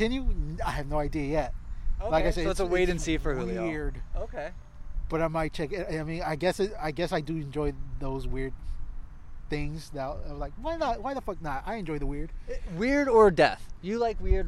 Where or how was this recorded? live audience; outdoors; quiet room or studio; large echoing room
outdoors